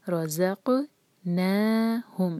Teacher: وَمِمَّا، ما دو حرکہ، رَزَقْنَاهُمْ، را کو ہیوی پڑھنا ہے اور زا کو لائٹ، اور جب ہم زا پڑھیں گے تو بزنگ ساؤنڈ آئے، رَزَقْنَاهُمْ، اور قاف پر سکون ہے تو ہم اس کو باؤنس کریں گے